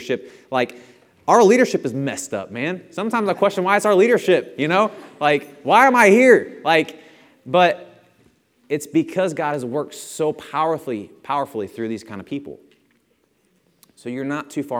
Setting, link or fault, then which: setting, large echoing room